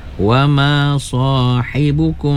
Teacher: Wama sahibukum, gunnah ya, mim mati bertemu dengan ba, ikhfa syafawi ya, kena didengungkan ya, dua harkat